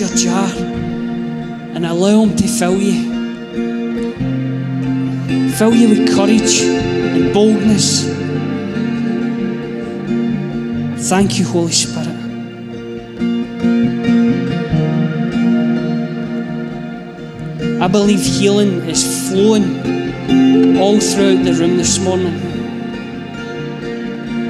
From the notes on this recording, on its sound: Live from our Sunday gathering on 17/07/22